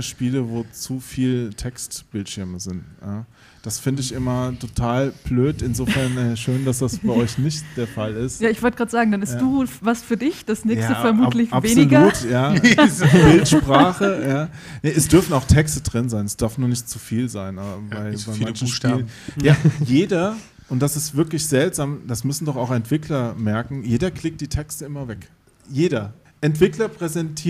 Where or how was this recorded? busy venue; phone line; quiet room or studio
busy venue